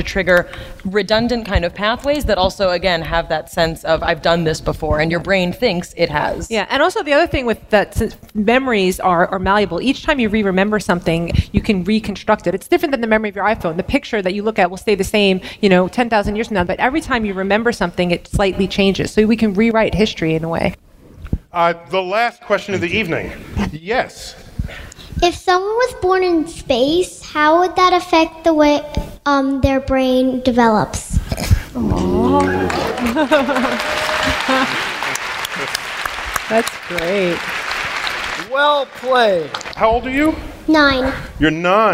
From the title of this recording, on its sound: StarTalk Live: Big Brains at BAM